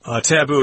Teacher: the accent is on the second syllable